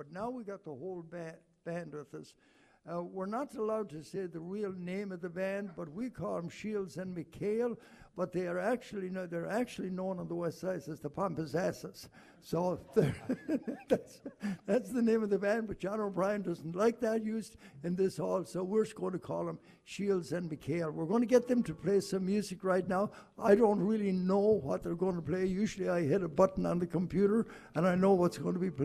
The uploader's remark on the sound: Live at the West Side Irish American Club for the G.O.A.T event.